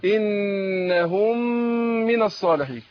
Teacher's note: والميم هي ميمين ورا بعض نفس الحكايه ميم انهم وميم من ادغمت الميم الاولى في الثانيه صارت ميم واحده مشدده هننطقها ميم مع الغنه